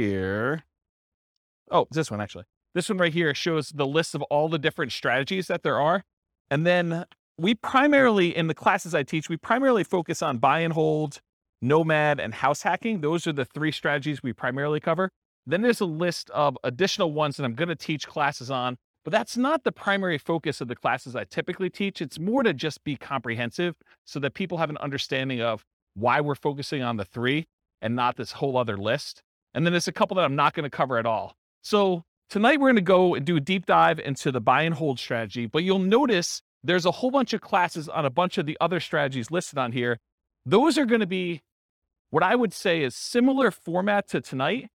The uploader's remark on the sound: This was a live class recorded to give investors a solid overview of the buy and hold real estate investing strategy including short-term rentals. Live in-person version.